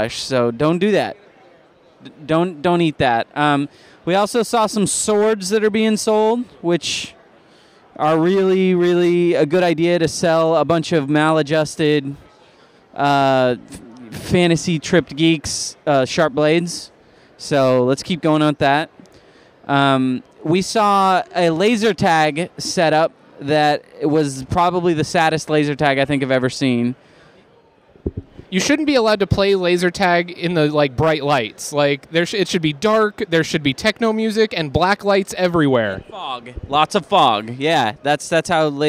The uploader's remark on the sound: On this special episode, The Pillagecast Team is on location at the Long Beach Comic Convention!